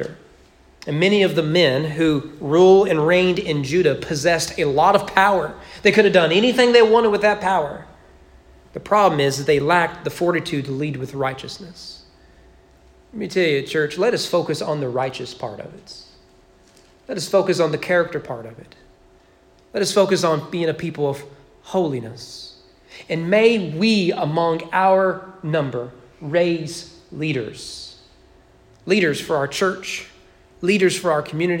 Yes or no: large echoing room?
yes